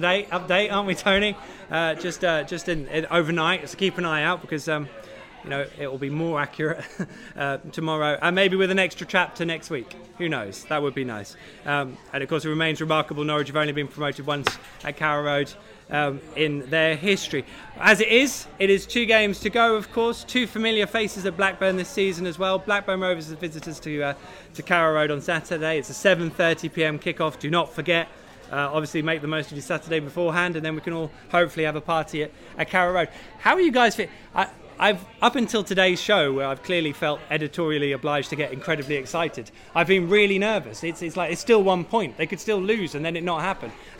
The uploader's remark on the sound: The PinkUn Show 176 is LIVE from London - the Old Red Lion in Islington to be precise. All Canaries supporters are welcome every week to pop along to the pub and have their say live on the show.